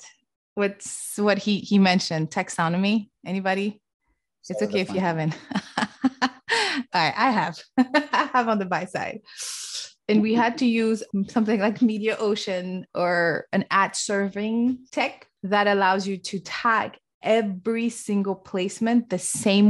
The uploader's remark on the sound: Live From the Community Call